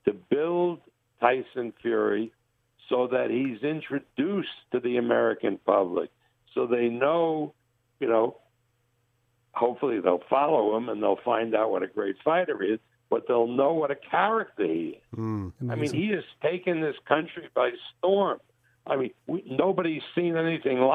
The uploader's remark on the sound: We start the week off with a telephone call